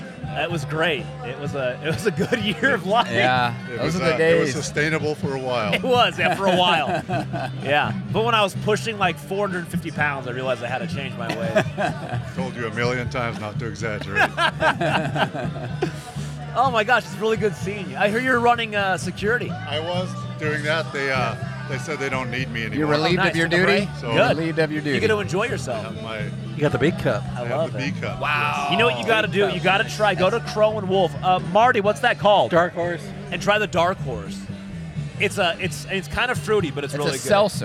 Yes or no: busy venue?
yes